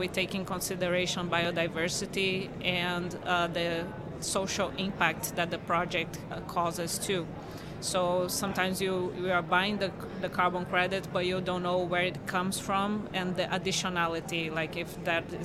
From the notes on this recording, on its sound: recorded onsite at Blockchain Rio